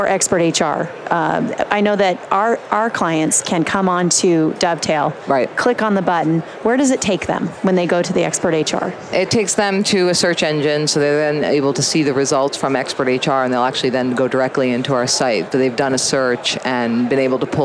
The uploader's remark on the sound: LIVE from Las Vegas, at #HRTechConf